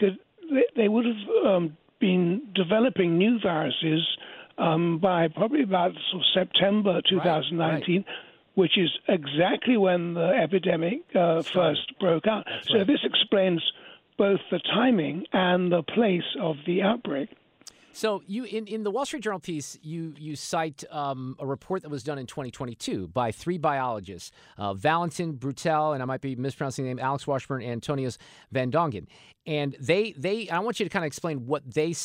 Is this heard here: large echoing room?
no